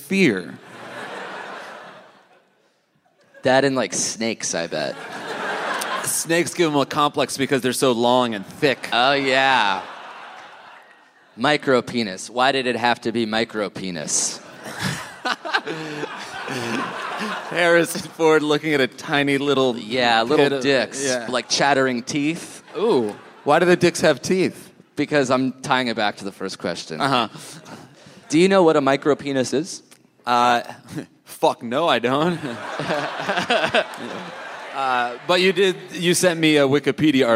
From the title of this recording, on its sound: Live in Chicago!